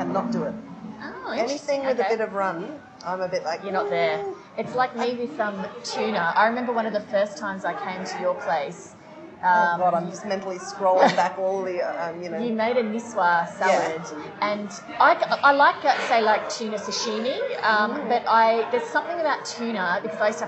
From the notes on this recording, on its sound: Warning: bad audio quality!